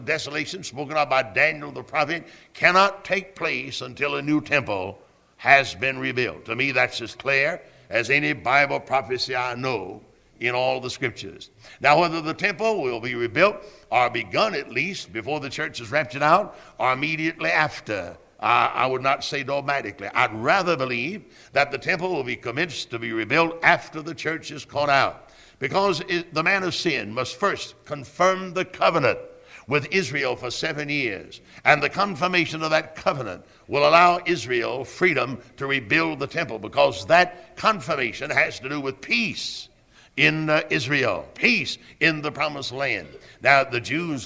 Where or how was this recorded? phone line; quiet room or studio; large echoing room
large echoing room